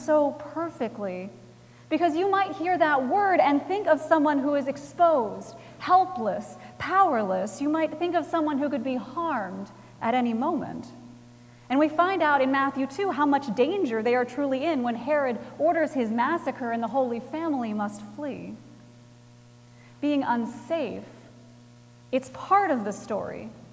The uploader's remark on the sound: Recorded Christmas Eve, 2017 at Trinity Presbyterian Church in Bixby, Oklahoma.